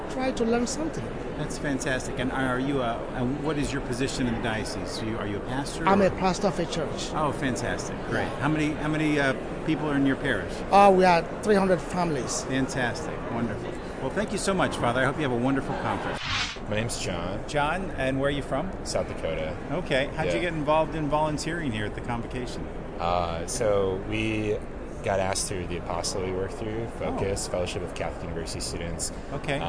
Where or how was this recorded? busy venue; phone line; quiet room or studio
busy venue